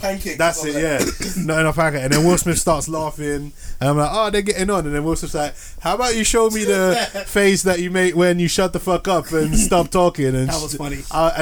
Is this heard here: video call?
no